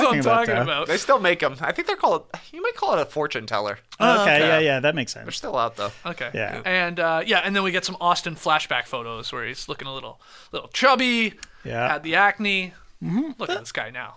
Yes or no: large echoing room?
no